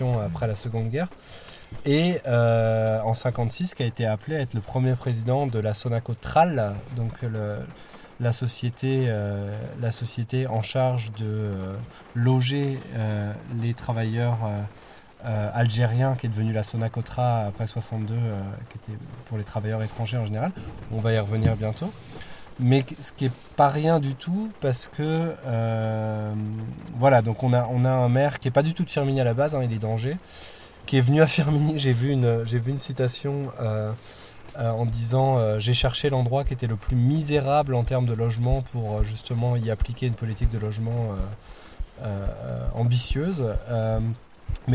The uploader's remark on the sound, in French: depuis une voiture garée devant la Maison de la Culture sous une pluie battante